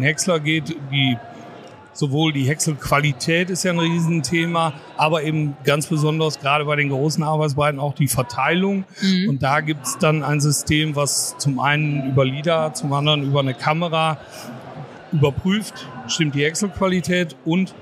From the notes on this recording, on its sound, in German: Live von der Agritechnica. Wir haben uns auf der weltgrößten Landtechnikmesse umgesehen.